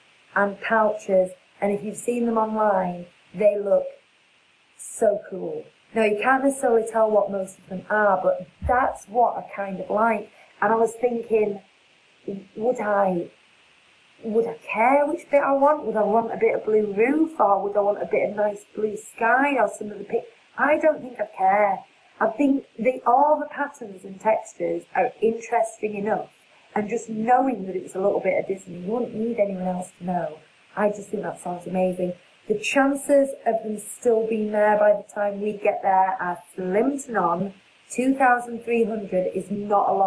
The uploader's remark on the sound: Navigates some sound issues. There’s absolutely no reason for it happening, but hopefully you can hear it enough!